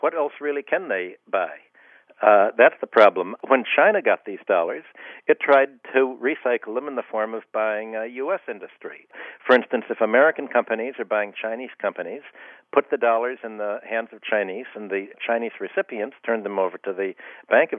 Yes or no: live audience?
no